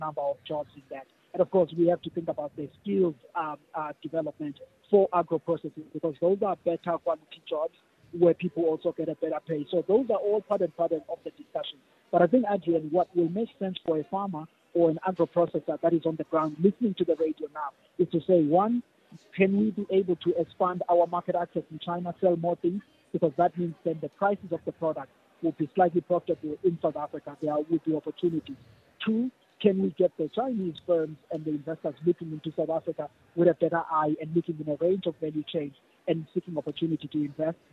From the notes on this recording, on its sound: We are coming to you live from the Sandton Convention Centre where BRICS member states are gathering for the 15th BRICS Summit.